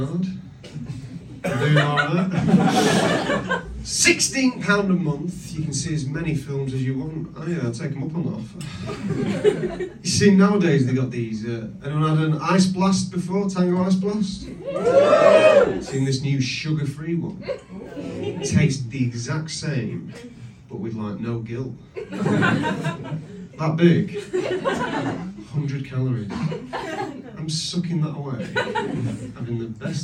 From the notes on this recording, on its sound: Recorded live in London.